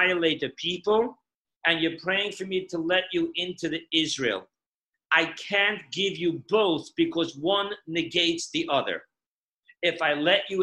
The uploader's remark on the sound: Zoom Parsha Class